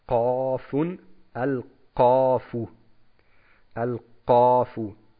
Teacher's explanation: wir geben hier ein bisschen Stärke hinein und verzerren das Ganze in Richtung O · Term: Huruf al-Tafkhim